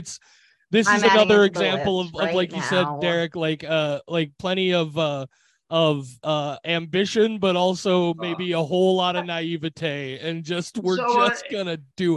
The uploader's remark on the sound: in a drastically time-limited zoom call!